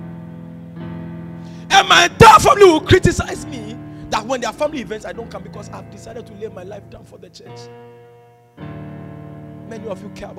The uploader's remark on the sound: This message was preached on 20th February, 2022 at the ATU Auditorium.